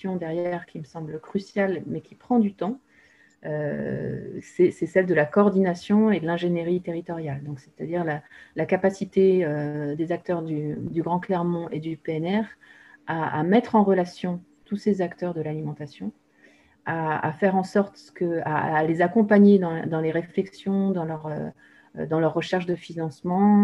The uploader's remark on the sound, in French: 4 décembre 2020 en visio.